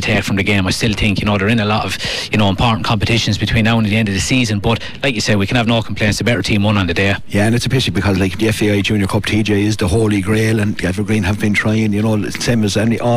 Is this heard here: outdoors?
yes